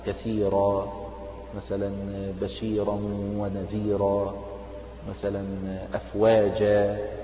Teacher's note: عند الوقف التنوين هنا يبدل ألفا، وهذه الألف تمد بمقدار حركتين وتسمى مد العوض اللي هو المبدل عن التنوين.